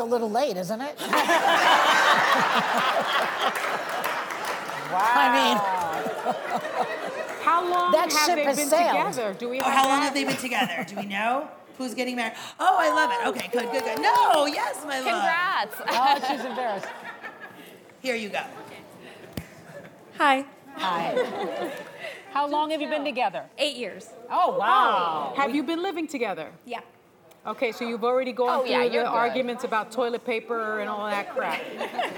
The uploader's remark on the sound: The Co-Hosts Answer Studio Audience Questions!